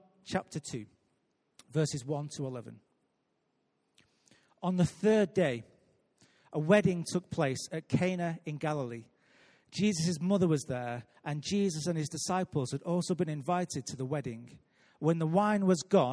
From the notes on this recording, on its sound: Recorded live at Life Church on Sunday 18th June 2017.